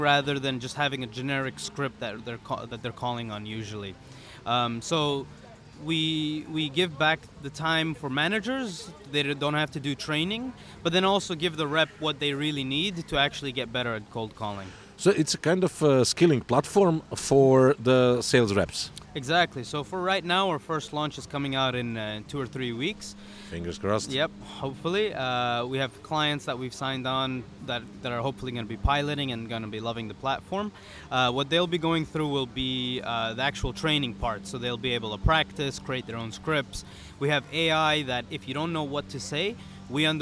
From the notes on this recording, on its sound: In this episode of The Change Officer podcast recorded at the Step Conference in Dubai.